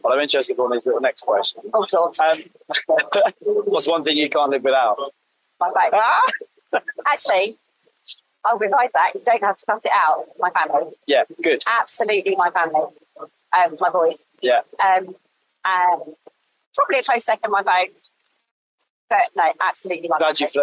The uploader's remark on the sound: There’s a slight audio issue on this one that we just couldn’t work around